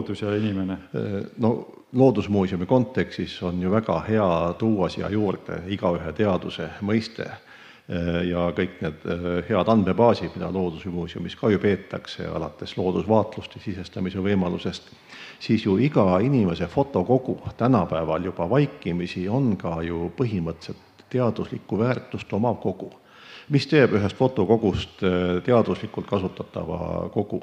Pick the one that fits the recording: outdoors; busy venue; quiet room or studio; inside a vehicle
busy venue